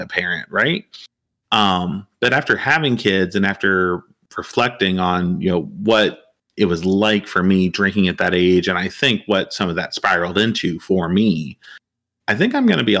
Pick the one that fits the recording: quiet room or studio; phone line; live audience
quiet room or studio